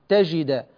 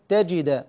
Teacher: الجيم حرف شديد، شديد يعني ينحبس صوته · Shown in: second take · لا أقول تجد، الآن صارت رخوة، أقول تجد هكذا.